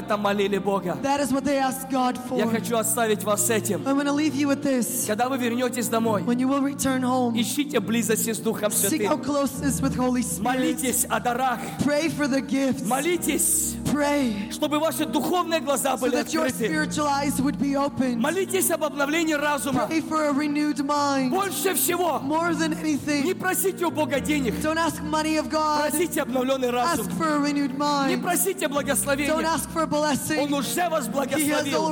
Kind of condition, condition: setting, live audience